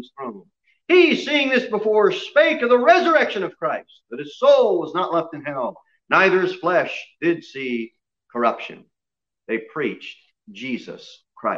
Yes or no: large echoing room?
yes